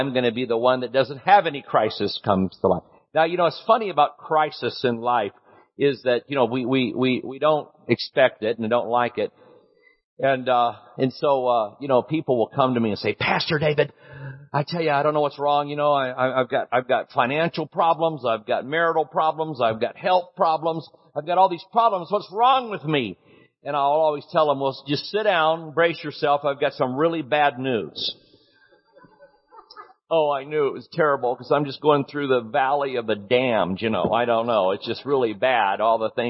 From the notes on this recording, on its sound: Recorded at Healing Grace Church in Tulsa, OK February 25, 2013